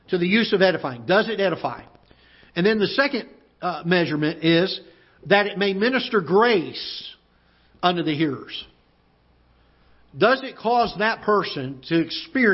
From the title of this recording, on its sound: Ketha Heights Baptist Church ~ Live Broadcast